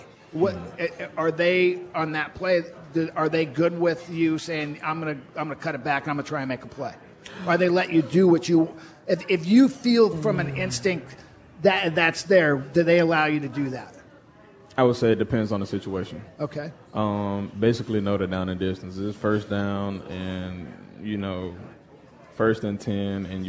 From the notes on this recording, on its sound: live at Pearl Bar and Dining